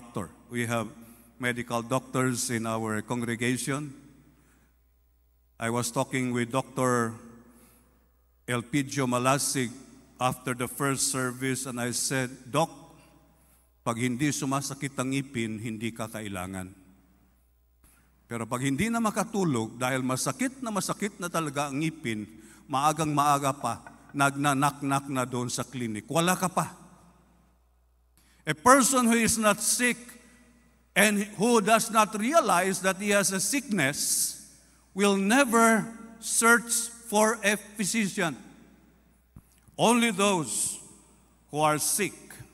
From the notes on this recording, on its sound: This podcast was recorded live last March 19, 2023 at Zamboanga City Alliance Evangelical Church.